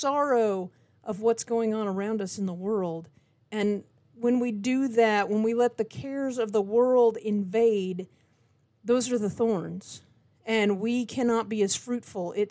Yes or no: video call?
no